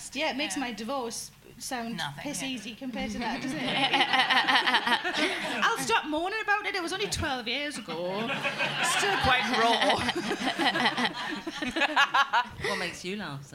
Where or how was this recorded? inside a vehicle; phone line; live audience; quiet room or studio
live audience